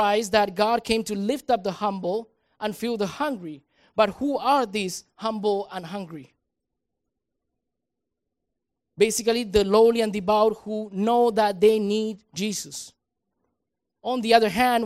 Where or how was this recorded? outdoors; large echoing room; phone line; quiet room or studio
large echoing room